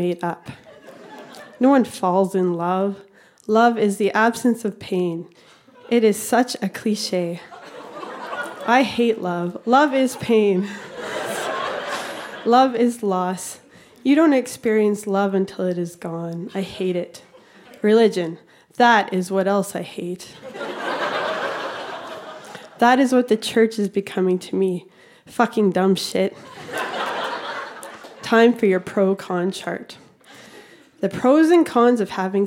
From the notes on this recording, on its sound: Recorded live at The Refinery in Saskatoon, SK.